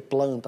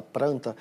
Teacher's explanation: o rotacismo, ou seja, a troca do L pelo R · Shown in: second take · ao invés de dizer planta, falar pranta, isso é uma característica do português brasileiro.